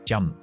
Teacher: La P es explosivo, lo que llamamos oclusiva, y no lleva voz, es sorda.